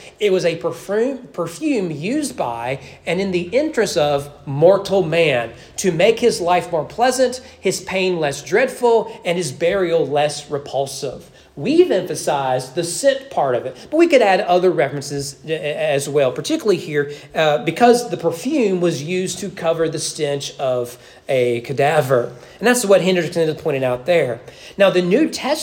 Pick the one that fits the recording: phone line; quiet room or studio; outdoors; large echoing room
large echoing room